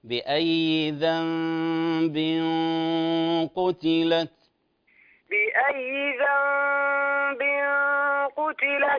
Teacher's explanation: الإخفاء أخي، التنوين مع القاف